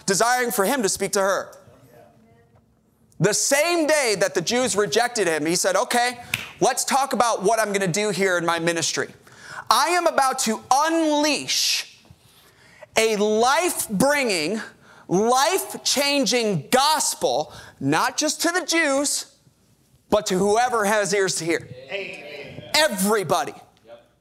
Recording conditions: large echoing room